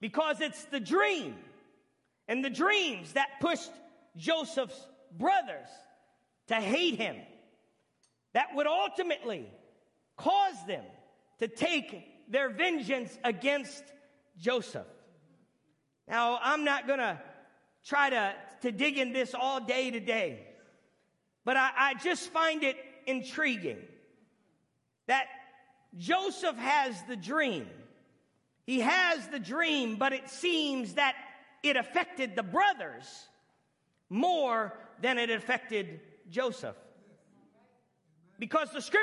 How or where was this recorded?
large echoing room